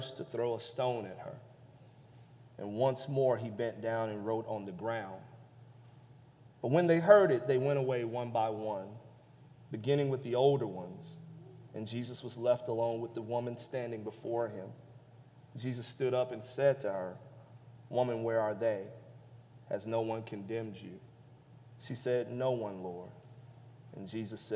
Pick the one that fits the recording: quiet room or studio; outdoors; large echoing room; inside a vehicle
large echoing room